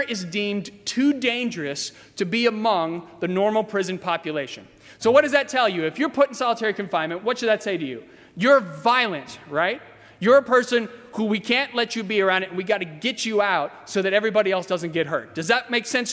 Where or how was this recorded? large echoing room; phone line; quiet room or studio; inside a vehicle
large echoing room